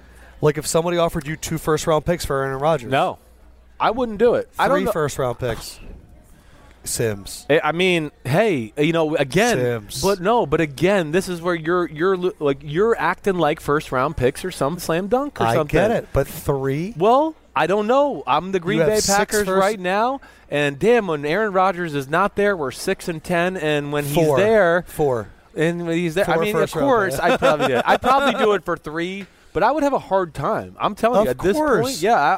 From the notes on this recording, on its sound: tonight's pod was taped in the San Jose airport during a flight delay